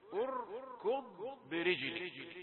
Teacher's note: يبقى همزة رقيقة ثم راء مفخمة وكاف